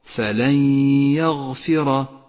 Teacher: النون الساكنة وبعدها حرف الياء نسقط حرف النون من اللفظ ولذلك هو رمادي اللون في مصحف التجويد ونقف بغنة زمنها حركتان · Term: الإدغام بغنة